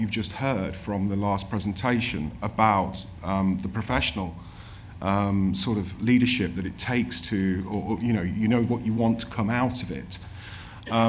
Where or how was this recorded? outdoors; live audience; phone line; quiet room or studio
live audience